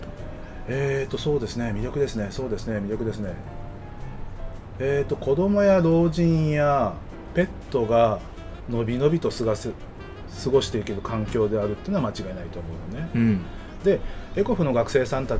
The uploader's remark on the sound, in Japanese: 奄美大島5日目。外で収録しているため、途中風によるノイズがあります。